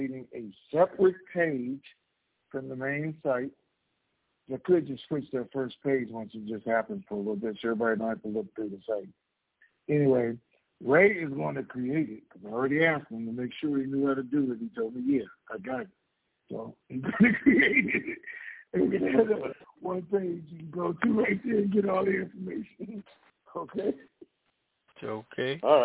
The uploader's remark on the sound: TNTSuperfantastic Conference Call